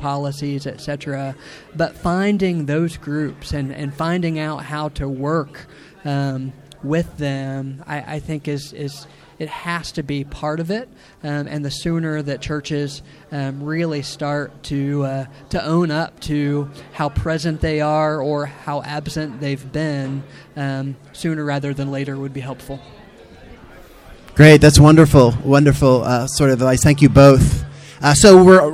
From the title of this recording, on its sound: Live at CCDA